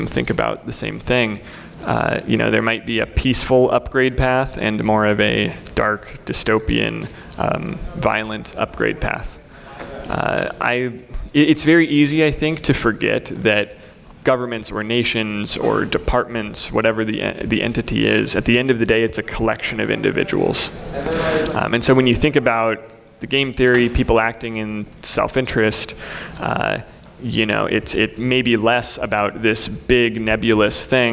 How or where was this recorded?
live audience